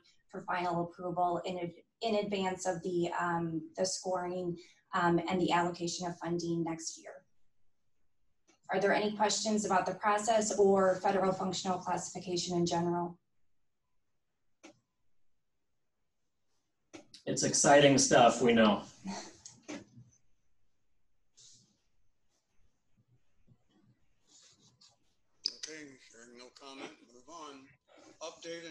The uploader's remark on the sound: Zoom meeting